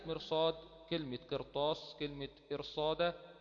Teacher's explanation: مرصاد اهي ر ساكنه قبلها كسر ولكن بعدها حرف الصاد حرف استعلاء، فخمت لاجل ذلك · Term: التفخيم